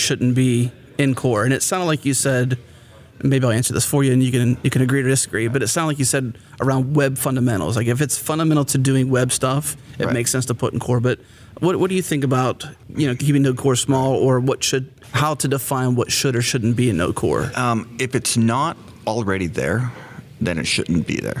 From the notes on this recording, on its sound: recorded at Node Interactive 2016